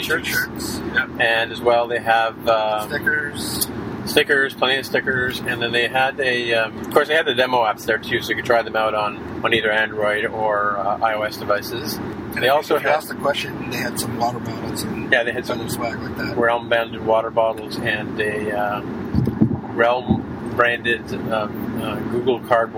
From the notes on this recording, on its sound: This week we recorded LIVE.